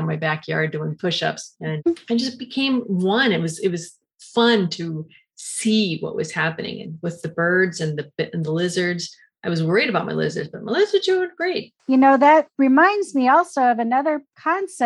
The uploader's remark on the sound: Has a relaxed conversation in a Zoom room with a special guest. They answer questions from the live listening audience.